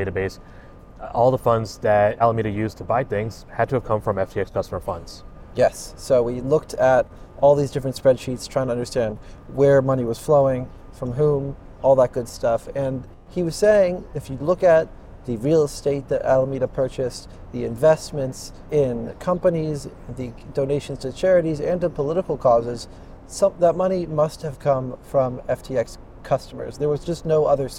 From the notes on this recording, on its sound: Records outside the courthouse (and inside a bar, pardon the noise).